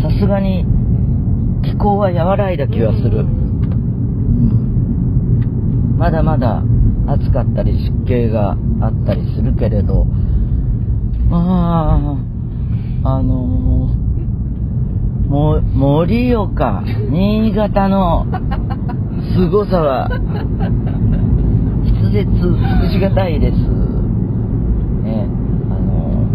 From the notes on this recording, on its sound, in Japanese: 全国アリーナツアー【The Journey】も第二期に突入！今週は宮城・仙台から会場に向かう車の中からお届けです。